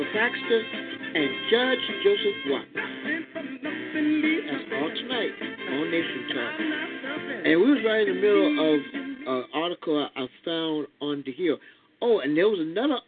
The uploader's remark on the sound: your phone calls